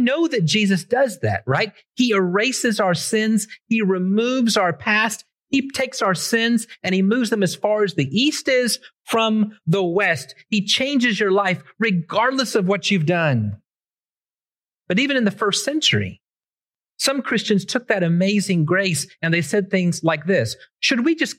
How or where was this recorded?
large echoing room